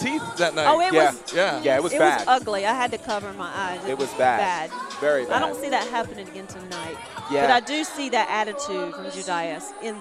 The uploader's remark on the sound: bringing us the LIVE SHW57 Pre-Show from The Action Building in Canton, Georgia!